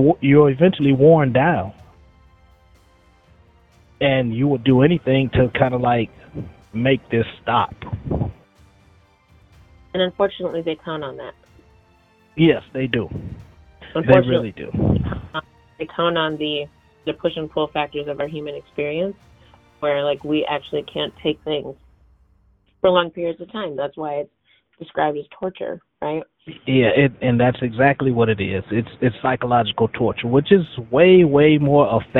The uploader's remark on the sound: Here today we have him on the line with us calling in from Pendleton Correctional Facility.